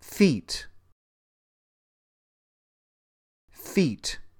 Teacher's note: When you say the word feet, you should notice that your tongue root is advanced. It just pulls toward the front of your mouth a little bit. · Term: wide vowel